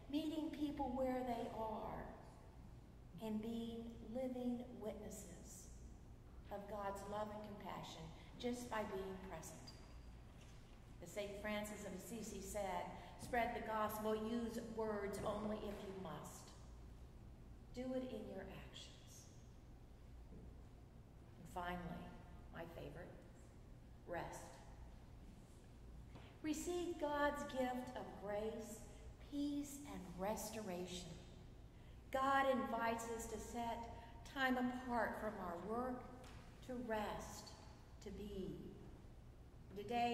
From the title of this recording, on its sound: Sunday Service at St John's Episcopal Church, West Hartford